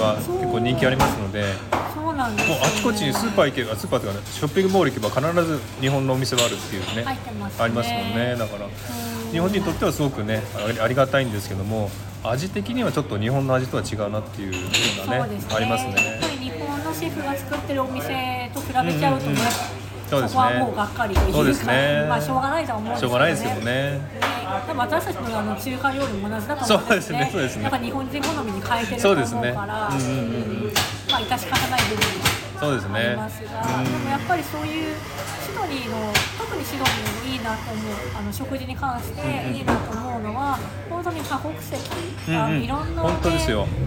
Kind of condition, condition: setting, busy venue